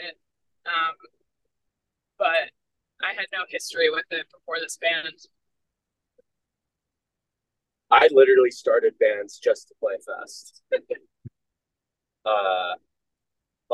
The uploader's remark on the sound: We caught up with the band in the midst of their headlining tour. We called them up while they were in the van and running late to their San Francisco show, so we had to weather a few minor technical difficulties caused by cell phone service.